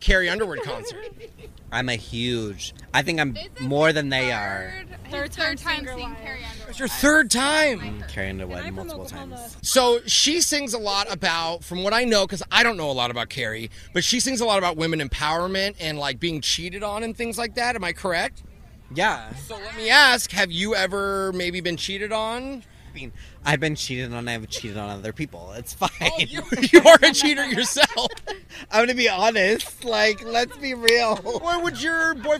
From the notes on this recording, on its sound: outside the show